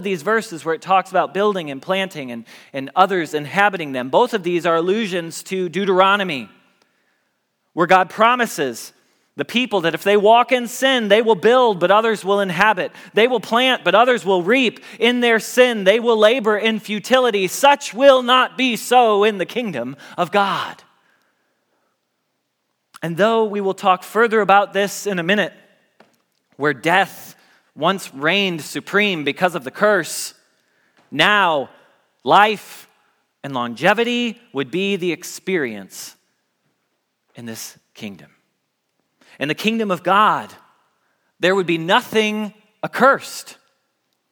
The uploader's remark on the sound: Message Preached at Valley Creek Church